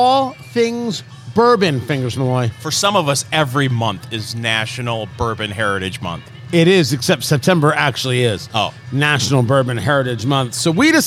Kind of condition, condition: setting, busy venue